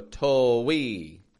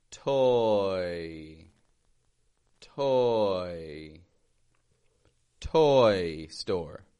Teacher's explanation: We want to be careful that we don't add a W, a W sound in there, but we just make one smooth movement, relaxing the lips as we transition into the glide · Shown in: second take